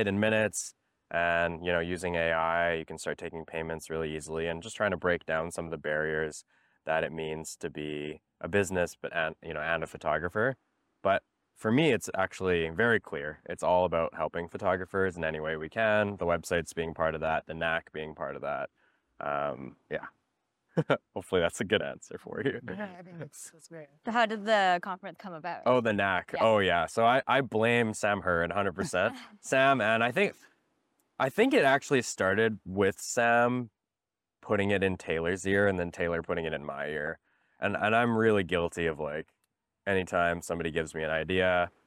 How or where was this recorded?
outdoors